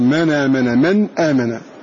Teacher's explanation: فنقل حركة الهمزة وهي الفتحة إلى الساكن قبلها وحذفها